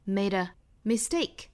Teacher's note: 这个词我们重音呢放到后面这个音节上。还要注意里面这个 t 的发音其实是不送气的发音，那有的时候我们听到老外好像就是发成了我们汉语这个阿波茨的这个的的发音 mistake 也是可以的，那当然也可以读成不送气的 t 的发音，就是 mistake 稍微有一点点 t 的发音，但是基本上是听不到送气